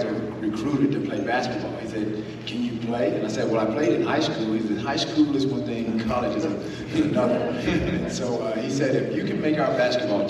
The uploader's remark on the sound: The Bluebloods are live from SoCon Media Day in Asheville, NC.